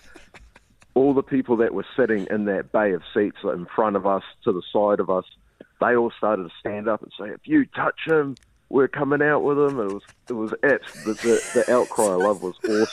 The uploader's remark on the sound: We were joined on the phone